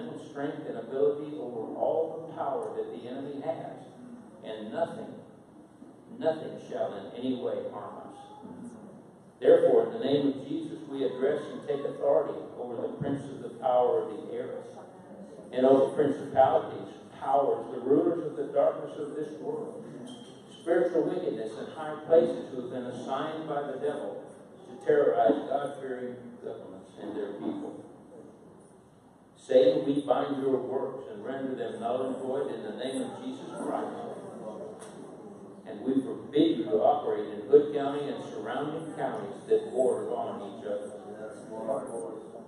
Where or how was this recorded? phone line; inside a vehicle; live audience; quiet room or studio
live audience